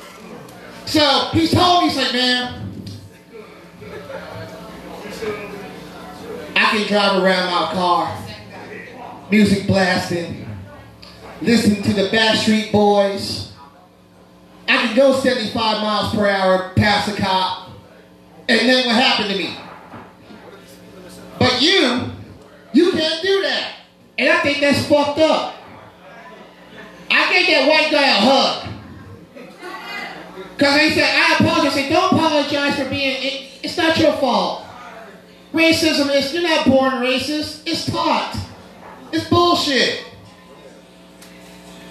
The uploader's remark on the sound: Live From Most Hated:Unfinished Business Night 2 5/16/21